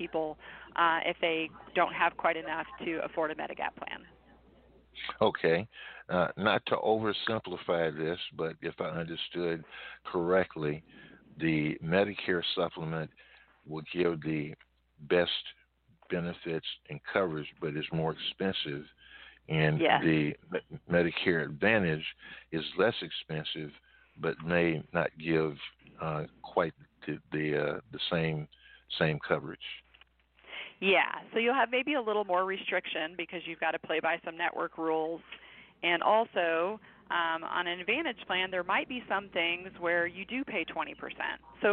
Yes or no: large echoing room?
no